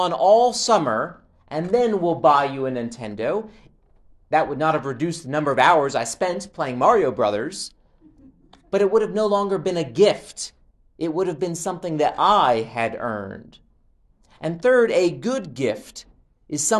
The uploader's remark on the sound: Preached at All Saints Episcopal Mission in Linville, North Carolina.